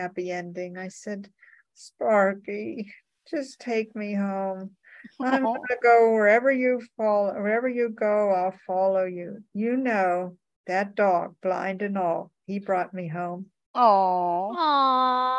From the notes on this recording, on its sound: Originally Broadcasted June 26, 2023, on ACB Zoom